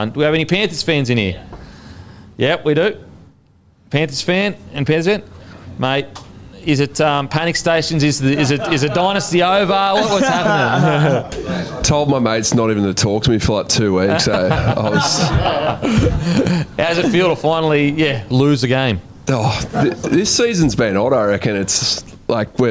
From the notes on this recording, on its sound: in front of our live crowd